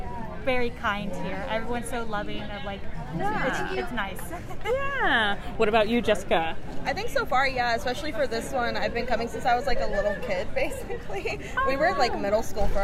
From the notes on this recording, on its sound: interview con-goers live at Project A-KON 22